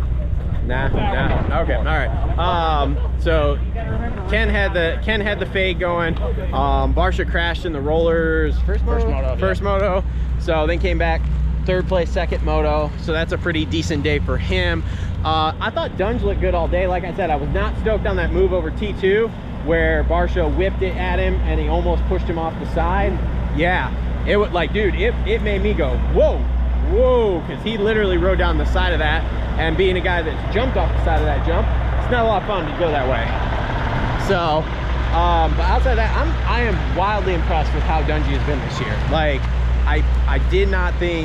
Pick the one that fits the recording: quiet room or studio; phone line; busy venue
busy venue